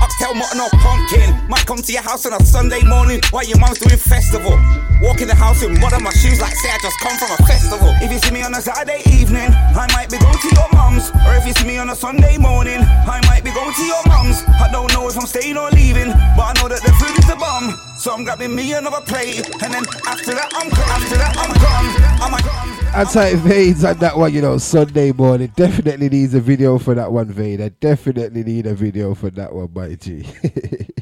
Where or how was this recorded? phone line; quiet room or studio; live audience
phone line